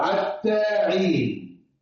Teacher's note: يعني نطق الحاء عين · Term: الفحفحة